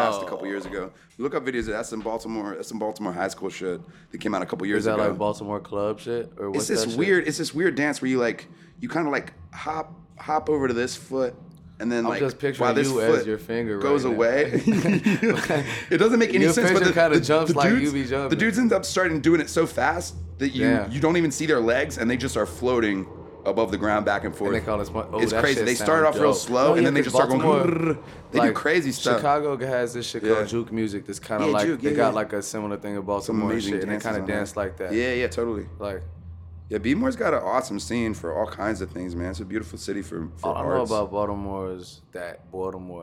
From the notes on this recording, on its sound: sat down at the Talkhouse Music microphones backstage at the 2015 Pitchfork Music Festival